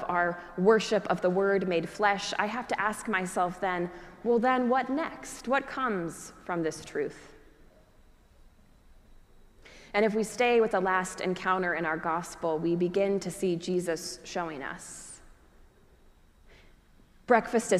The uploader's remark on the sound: preached at our celebration of the Holy Eucharist on the Third Sunday after Easter